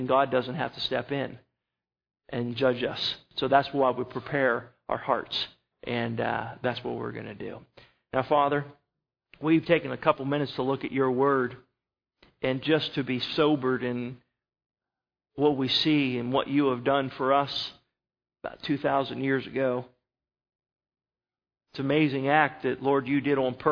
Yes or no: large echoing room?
yes